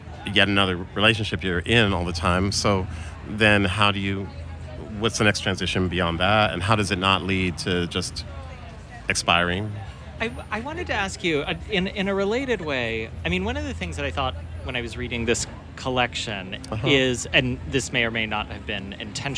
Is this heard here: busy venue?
yes